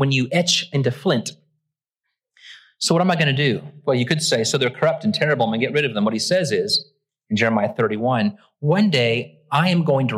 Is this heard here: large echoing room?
yes